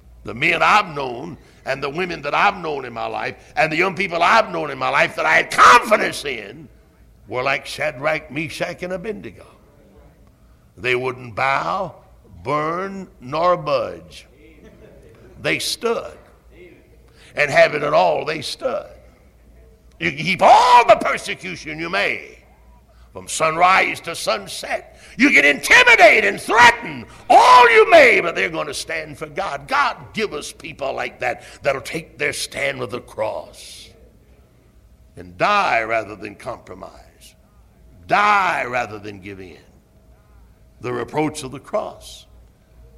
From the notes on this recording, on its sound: Originally preached at Tabernacle Baptist Church in Greenville, SC on November 18, 1973.